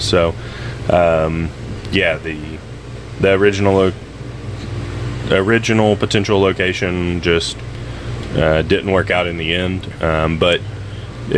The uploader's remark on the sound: Reporting Live from the RV.